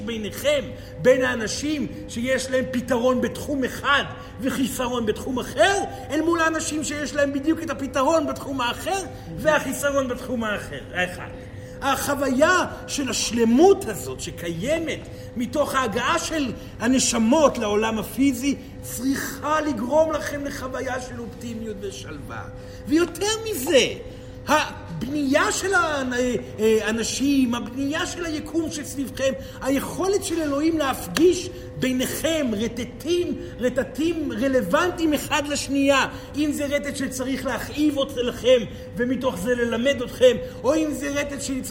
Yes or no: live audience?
yes